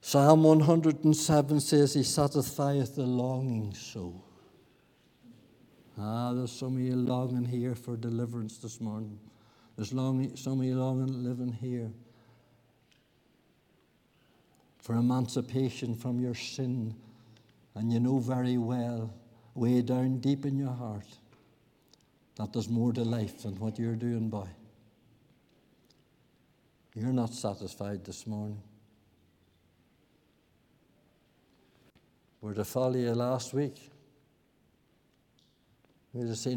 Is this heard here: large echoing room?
yes